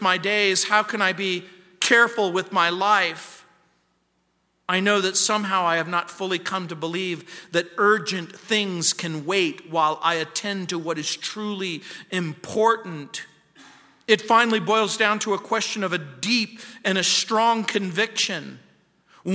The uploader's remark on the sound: at Calvary South Denver in Littleton CO